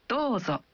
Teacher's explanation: Saat Anda mengatakan Dozo, Anda mengucapkan vokal O dalam Do satu ketuk lebih panjang.